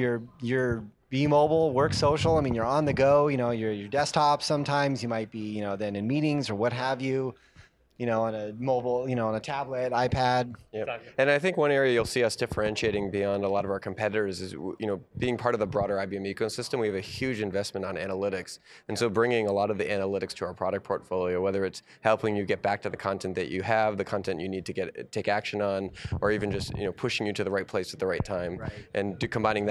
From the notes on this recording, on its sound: live interviews from IBM ConnectED